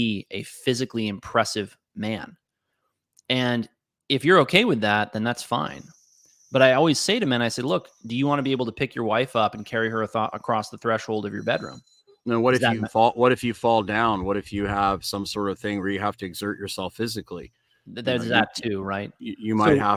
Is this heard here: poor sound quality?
no